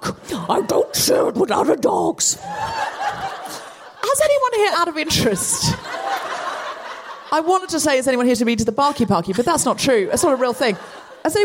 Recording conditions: live audience